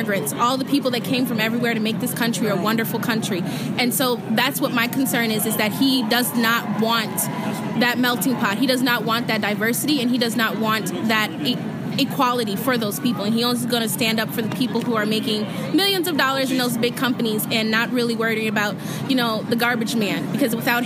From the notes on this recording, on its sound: Audio from the Women's March. Shares highlights of audio from marchers she interviewed.